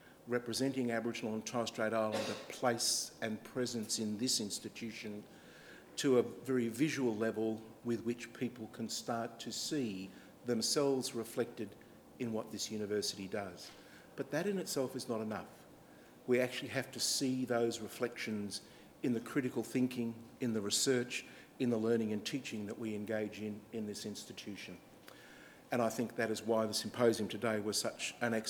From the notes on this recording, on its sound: THIS LECTURE TOOK PLACE AT THE UNIVERSITY OF SYDNEY ON 25 MAY 2015 AS PART OF THE SYDNEY IDEAS PROGRAM.